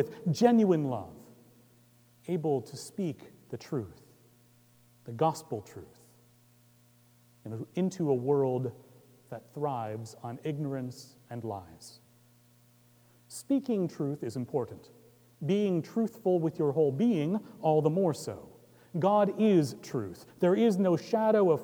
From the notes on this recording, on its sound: Recorded Feb 14, 2018 at Trinity Presbyterian Church in Bixby, Okla.